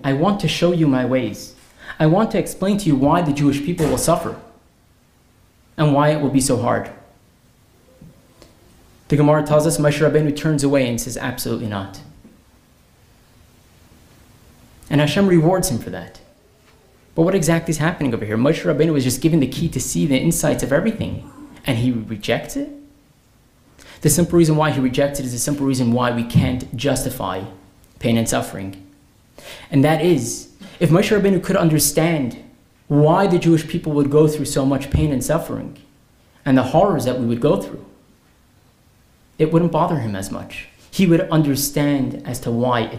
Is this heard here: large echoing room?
yes